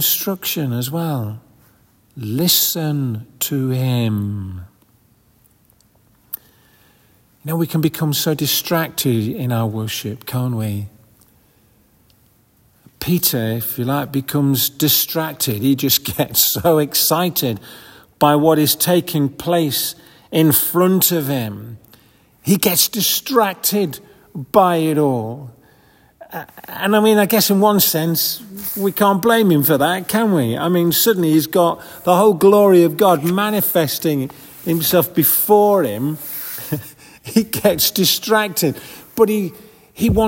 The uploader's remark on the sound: This audio recording was taken at the 10:30 Communion Service, on February 11th 2024 in St Margaret's Church, Hawes. This audio recording was taken at the 10:30 Communion Service, on February 11th 2024 in St Margaret's Church, Hawes.